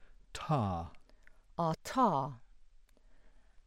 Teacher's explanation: Aspirated voiceless alveolar plosive